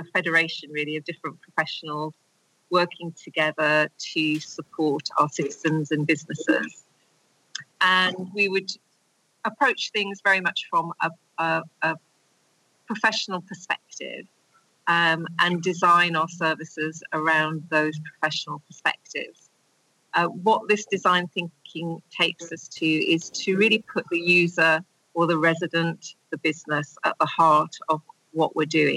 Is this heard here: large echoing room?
no